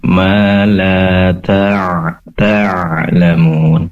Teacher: Pastikan di sini ain berasal dari tenggorokan bagian tengah.